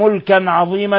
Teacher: تنوين فتح جاء بعده العين الحكم التجويد إظهار حلقي. ثم عظيما حال الوقف على التنوين بالألف بمقدار حركتين، وهو ما يسمى بمد العوض.